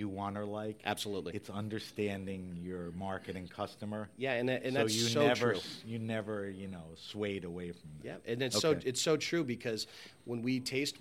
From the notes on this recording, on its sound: This episode of HRN On Tour was recorded at the Global Wine Dinner at Washington Prime as part of Norwalk Now's CRUSH. The proprietor of Washington Prime in the SoNo district of Norwalk, CT.